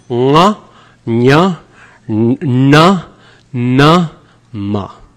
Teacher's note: this is moving systematically from the back of the throat, further forward, further forward, further forward, all the way to the outside with the lips. · Term: nasals